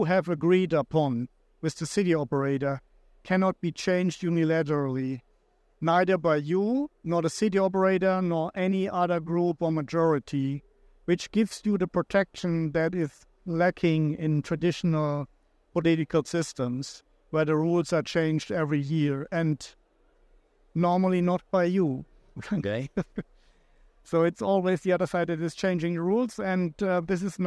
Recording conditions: busy venue